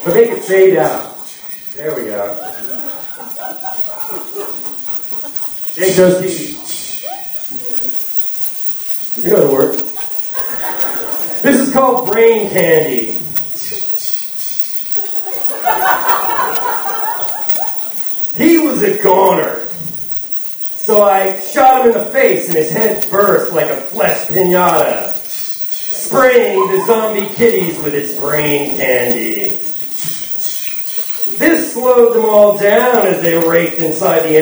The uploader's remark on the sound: With a lot of generous help from the audience at the "Nightmare Before Halloween" literary event. Hosted by Raw Dog Screaming Press at the Philadelphia Mausoleum of Modern Art.